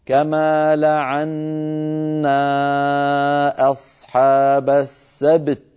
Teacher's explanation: مقلقلة وبعدها تاء فيها صفتانها مهمتان، صفة الشدة ويتلوها صفة الهمس، فلا بد من بيان شدة التاء وبعدها مباشرة بيان همسها